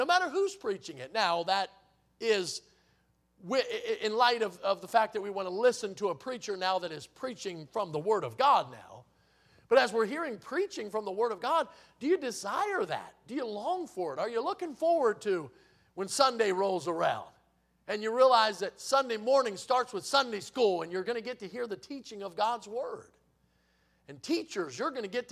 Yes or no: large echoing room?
yes